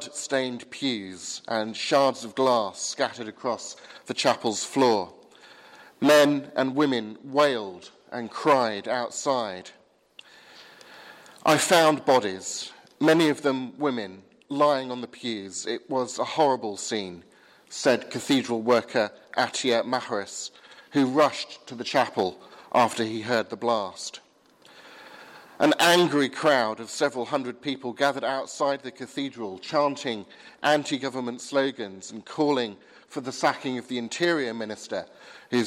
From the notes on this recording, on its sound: Advent service sermon from the 8 am service at Highfield Church, Southampton, 18th December 2016.